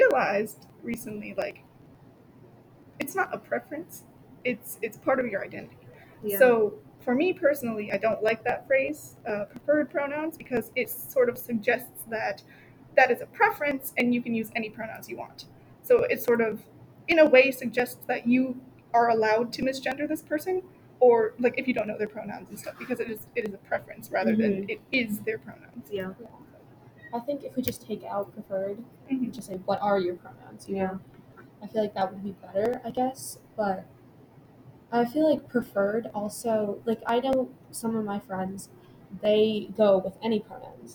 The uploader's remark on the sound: Still recording in the school building, so please excuse any background noise.